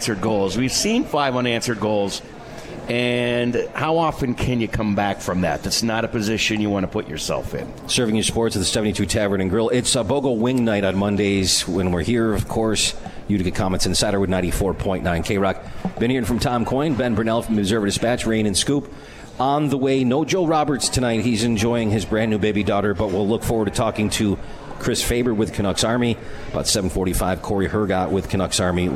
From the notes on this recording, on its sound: at The 72 Tavern & Grill and joined on the phone